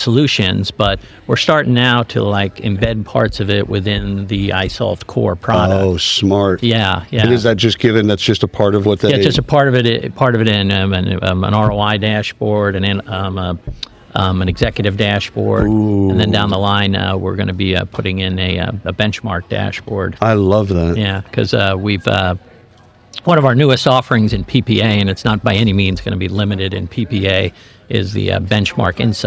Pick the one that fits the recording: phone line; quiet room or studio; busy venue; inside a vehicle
busy venue